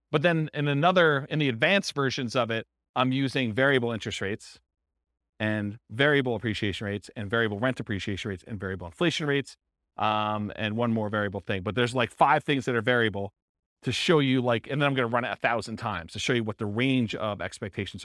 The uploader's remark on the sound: This was a live class recorded